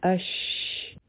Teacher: په اشرکت کې په شین کې خورېدو والا آواز دی، هر کله چې په شین باندې سکون راشي نو مونږ وایو اش، په دې کې آواز په ژبه باندې خور شي، دې ته وایي تفشی. اشرکت او دا د شین صفت دی.